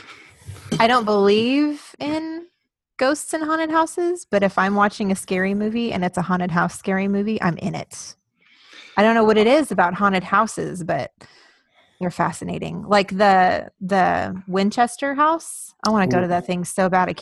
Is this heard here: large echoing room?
no